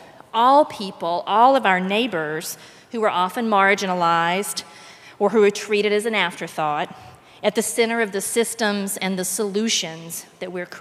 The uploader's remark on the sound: The best of live interviews from GreenBiz events.